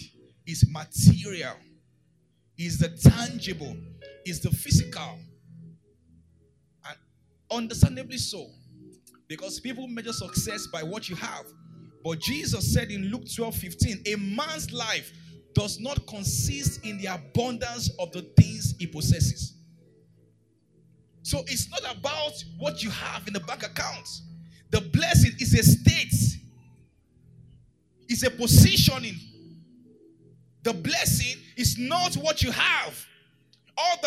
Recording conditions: large echoing room